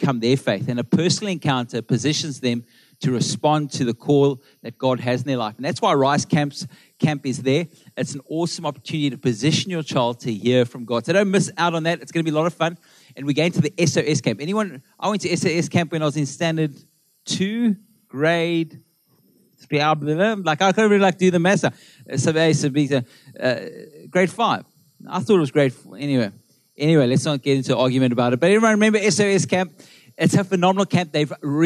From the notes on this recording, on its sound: Melkbos AM. Recorded live on Sunday 20th August the 2023.